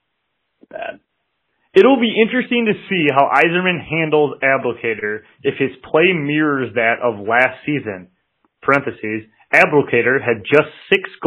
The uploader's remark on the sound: to call in from Cleveland